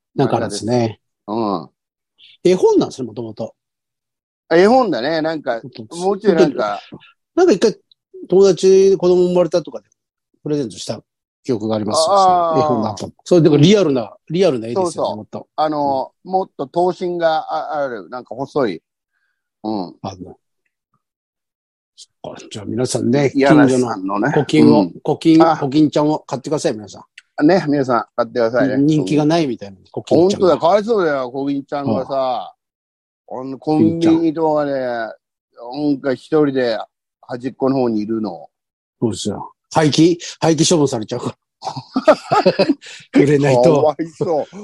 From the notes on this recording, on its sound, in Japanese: ZOOMで収録